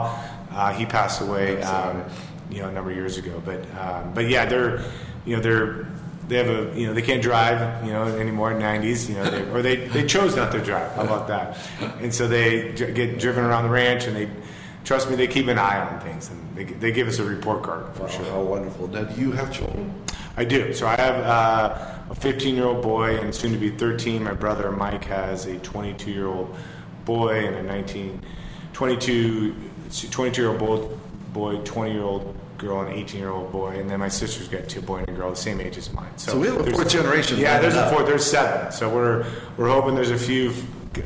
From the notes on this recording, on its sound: In the fourth installment of the Healdsburg Wine and Food Experience series, live from the Hotel Healdsburg.